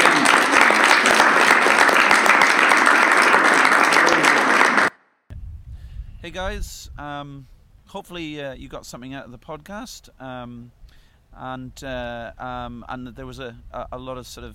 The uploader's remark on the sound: Live! From The San Diego Pain Summit! Live from the San Diego Pain Summit in San Diego, California.